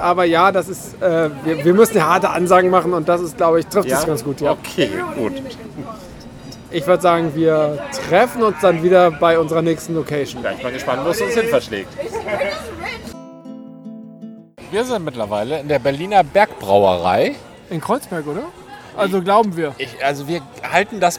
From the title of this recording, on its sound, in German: Unterwegs: #BerlinCraftBeerCrawl - Straßenbräu, Bräugier und Berliner Berg